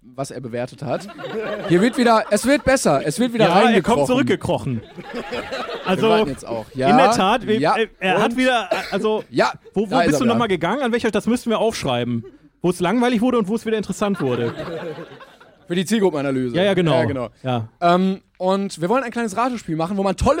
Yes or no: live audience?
yes